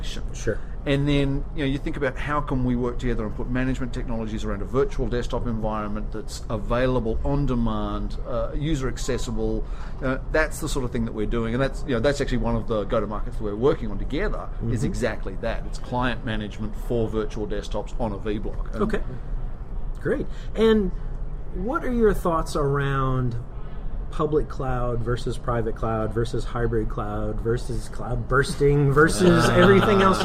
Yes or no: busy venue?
yes